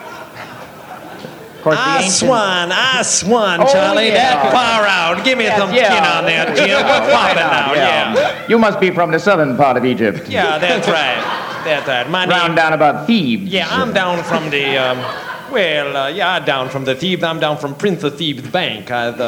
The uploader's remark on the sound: Live At The Ash Grove